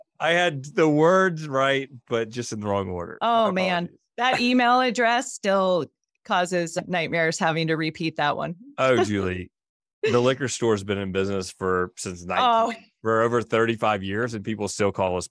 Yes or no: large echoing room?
no